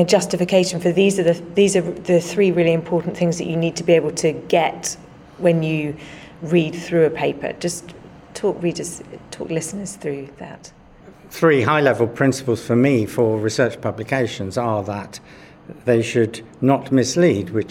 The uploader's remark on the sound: recorded at Evidence Live